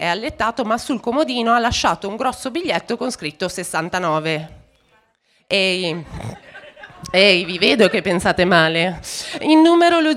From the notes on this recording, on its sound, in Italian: In questo episodio speciale vi proponiamo la registrazione fatta al Podfest di Parma.